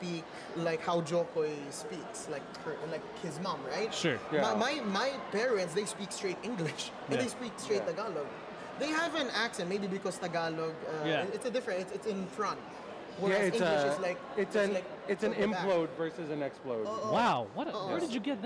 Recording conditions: busy venue